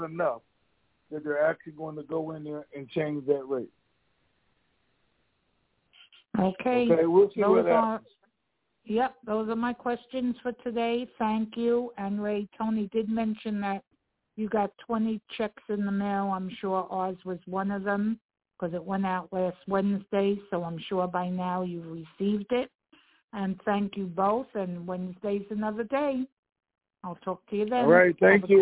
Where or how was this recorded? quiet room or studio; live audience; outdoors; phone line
phone line